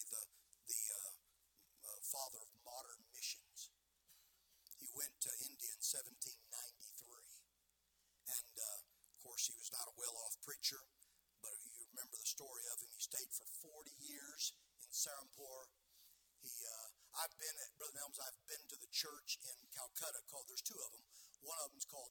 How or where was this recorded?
large echoing room